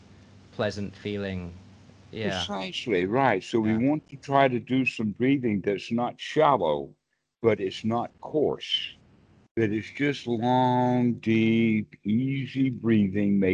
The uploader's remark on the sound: skype calls on this channel